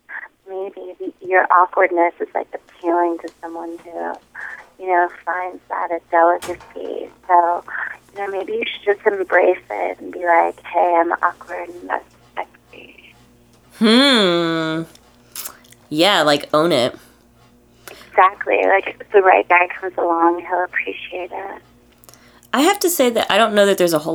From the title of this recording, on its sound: A Sexy Phone Call